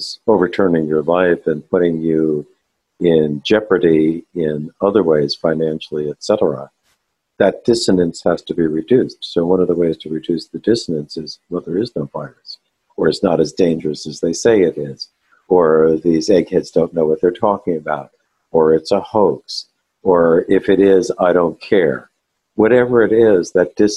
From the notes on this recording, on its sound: This audio was taken from a live webinar